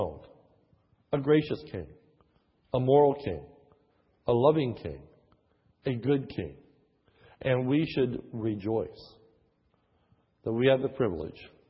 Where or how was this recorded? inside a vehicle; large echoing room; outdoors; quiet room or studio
large echoing room